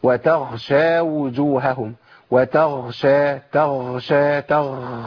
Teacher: النفس اللي طالع مع الغين ده بيبدلها بخاء على طول